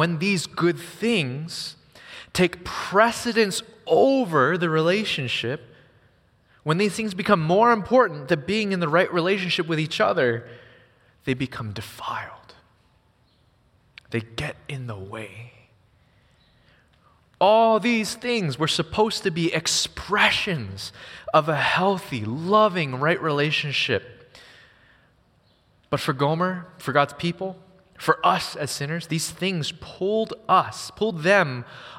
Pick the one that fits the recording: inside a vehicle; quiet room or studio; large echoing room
large echoing room